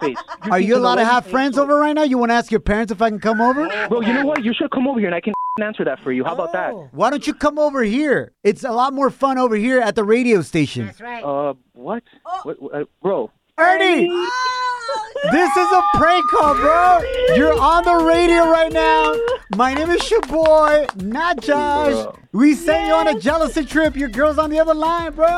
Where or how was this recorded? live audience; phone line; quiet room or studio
phone line